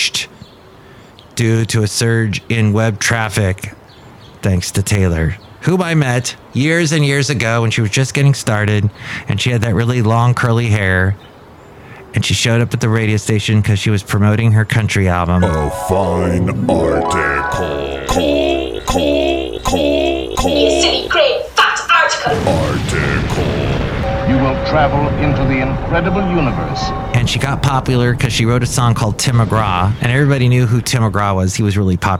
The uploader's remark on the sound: podcasts live from Café Anyway